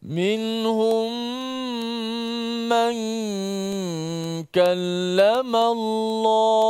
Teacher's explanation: memasukkan mim mati ke dalam huruf mim yang berbaris selepas itu dan ada sabdulah di atas mim yang kedua tu. · Term: idgham mislain